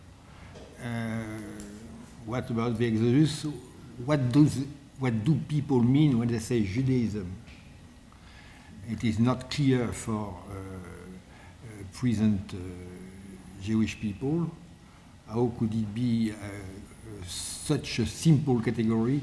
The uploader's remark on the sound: lecture on May 3, 2018 at the University of Chicago's Breasted Hall